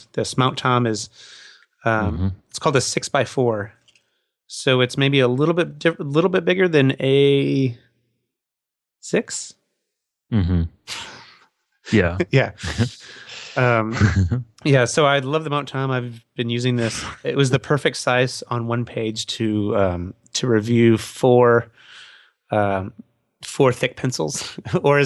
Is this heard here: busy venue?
no